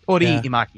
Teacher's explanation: The R sound does not exist in the Japanese language, so whenever it's spelt like you see an R using a Japanese phrase, it's like a ra sound. It's an R, an L, and a D combined into one sound.